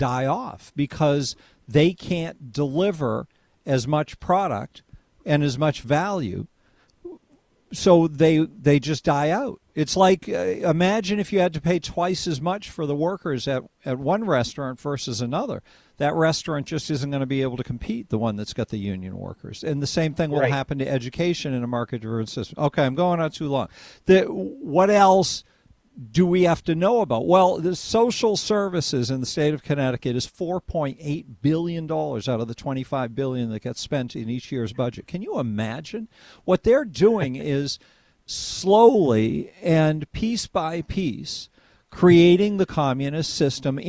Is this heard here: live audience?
no